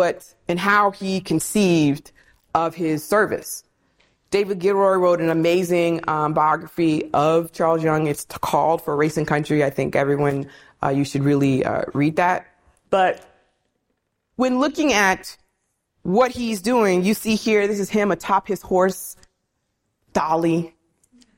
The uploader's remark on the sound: This lecture was hosted by Akron University in Ohio.